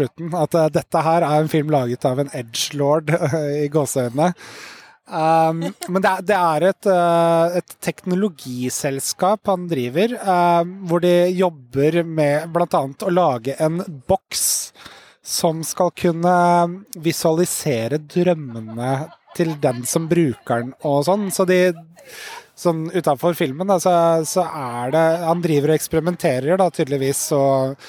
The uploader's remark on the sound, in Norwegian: I det provisoriske studioet i en casino-hage på filmfestivalen i Venezia